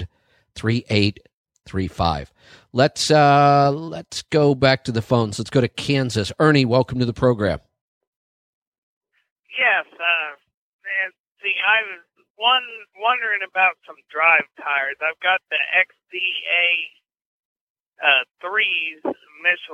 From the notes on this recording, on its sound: Today we have a bunch of calls.